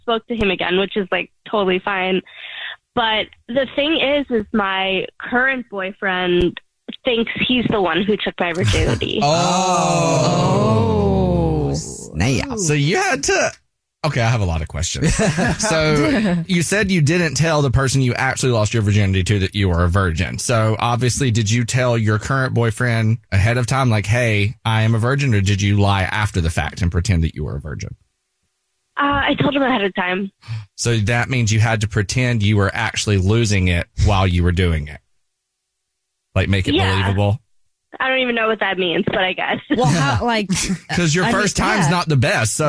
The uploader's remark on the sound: The woman on the phone